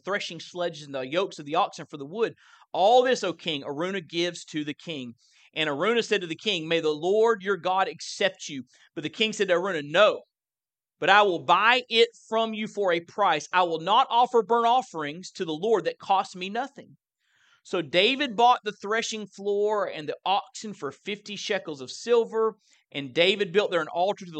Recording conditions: large echoing room